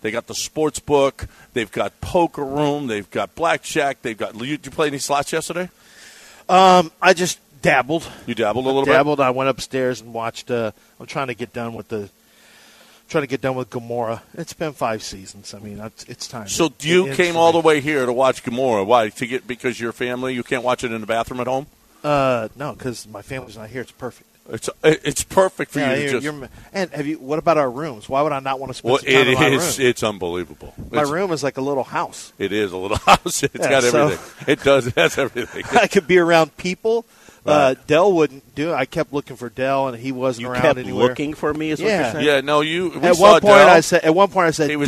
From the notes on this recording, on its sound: LIVE from the Golden Nugget Casino in Lake Charles!